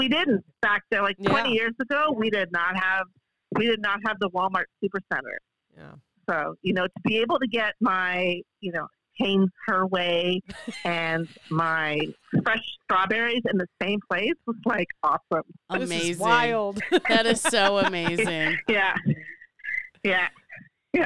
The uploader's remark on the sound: Phone Interview!